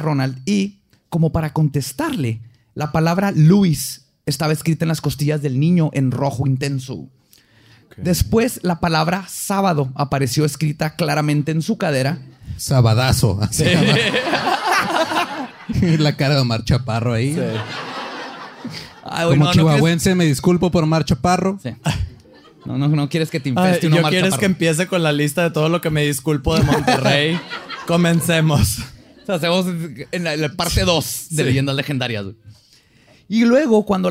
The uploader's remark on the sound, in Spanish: en vivo